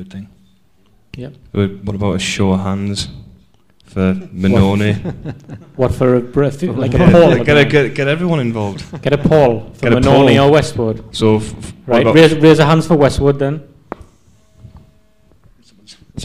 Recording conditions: live audience